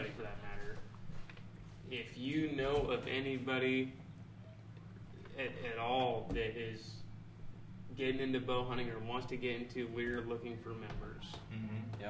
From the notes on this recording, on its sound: Live at the Jamboree 2019